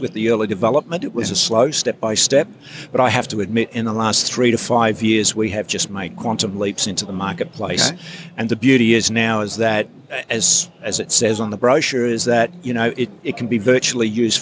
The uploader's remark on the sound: Incorporating extracts from some of the 34 interviews that Print21 livestreamed from the exhibition floor.